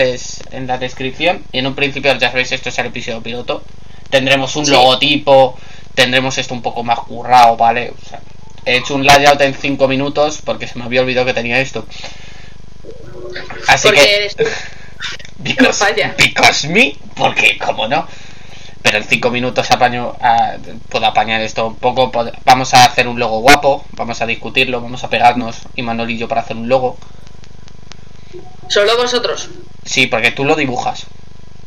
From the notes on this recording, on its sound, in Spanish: No tiene la mejor calidad de audio, pero estamos tratando de mejorarlo con el tiempo.